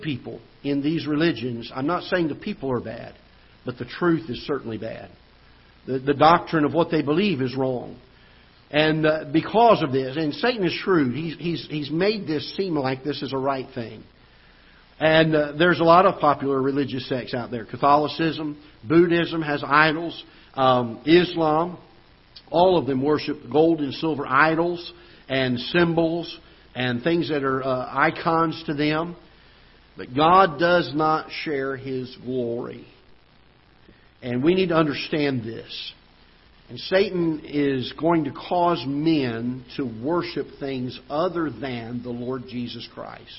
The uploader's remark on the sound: Ketha Heights Baptist Church ~ Live Broadcast